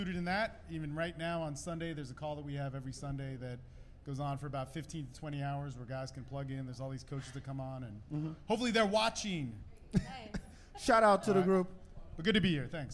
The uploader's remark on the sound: Live from Collide ATX.